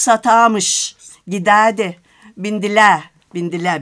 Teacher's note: Giderdi. Bindiler bir de uzatıyor tabii ki R düşünce. Aynı şekilde A da L de düşüyor.